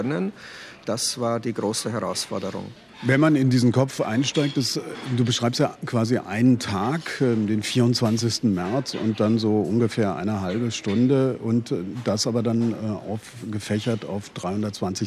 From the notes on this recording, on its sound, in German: In Thomas Bernhards Wiener Stammcafé.